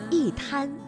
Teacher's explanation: 因为一滩当中的滩是阴平字，也就是一声字，所以呢，我们应该读去声，一滩。好了，朋友们，以上就是港澳普通话的全部内容，感谢各位的收听，明天同一时间我们不见不散。